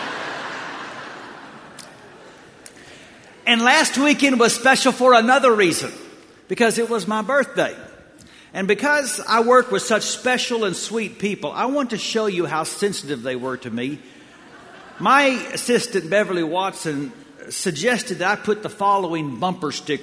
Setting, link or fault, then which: setting, large echoing room